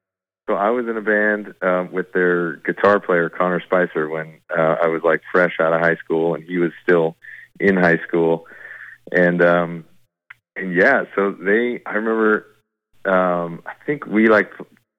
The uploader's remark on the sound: chats on the phone